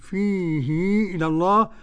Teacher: فيه إلى الله بصلة الهاء حركتين